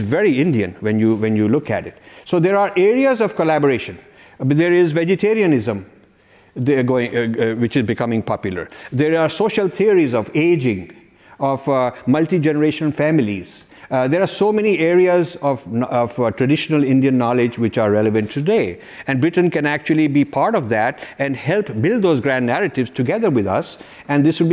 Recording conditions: live audience